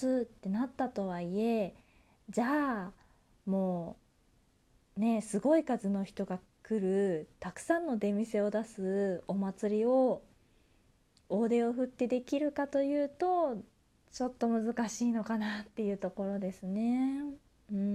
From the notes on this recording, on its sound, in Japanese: 自宅でスマホによる収録のため様々な騒音が収録されています、ご了承ください